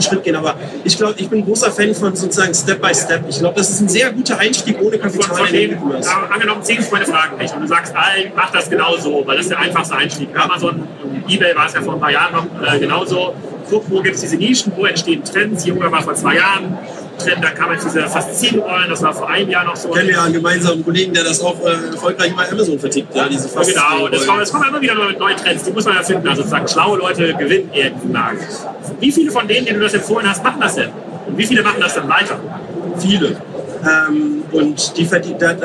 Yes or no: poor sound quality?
yes